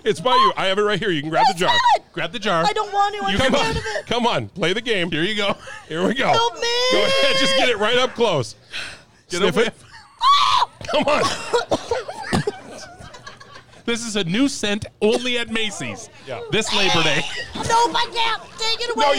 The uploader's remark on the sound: We do this podcast live from Sustainable Safari inside Maplewood Mall. Different location, same podcast shenanigan's!